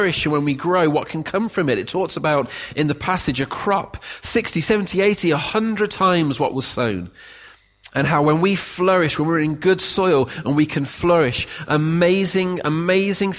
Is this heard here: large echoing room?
yes